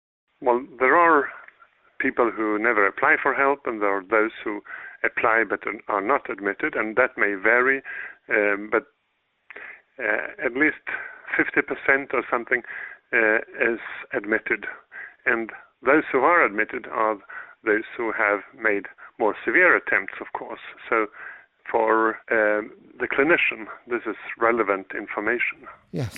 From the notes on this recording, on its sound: From the Karolinska Institutet in Sweden joins us on the phone to discuss his research.